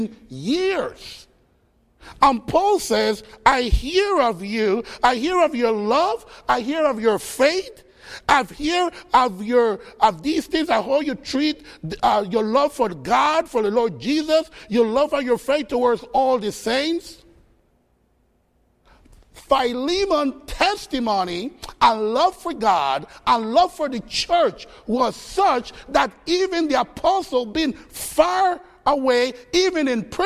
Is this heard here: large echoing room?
yes